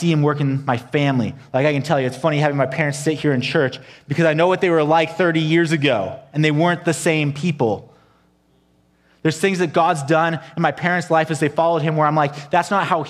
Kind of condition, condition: setting, large echoing room